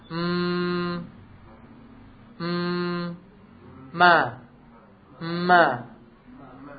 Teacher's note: Ma merapatkan juga bibir sama dengan ba, cuma mengalirkan suara ke rongga hidung. Cuma dibocorkan itu suara itu ke hidung ke atas.